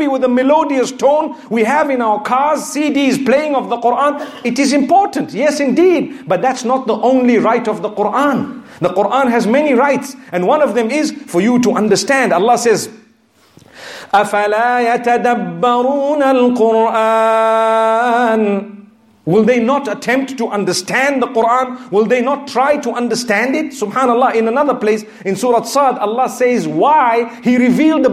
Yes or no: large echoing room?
yes